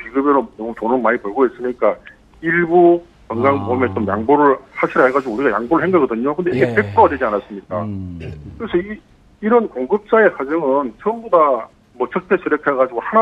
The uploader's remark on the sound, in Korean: 전화연결